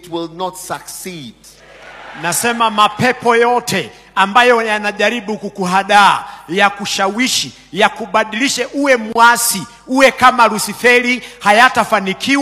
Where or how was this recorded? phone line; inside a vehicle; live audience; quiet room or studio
live audience